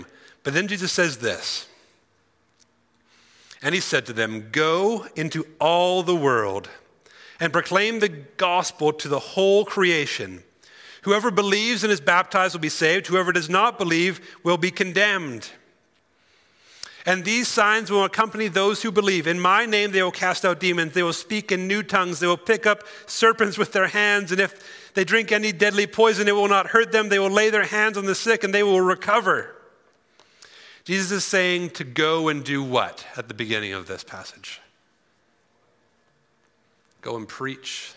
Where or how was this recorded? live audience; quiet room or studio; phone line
live audience